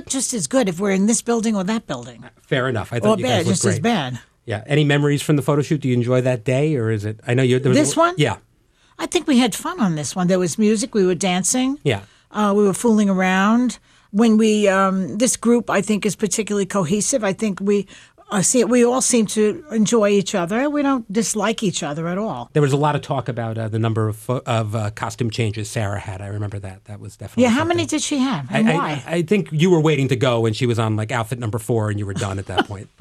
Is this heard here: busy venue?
no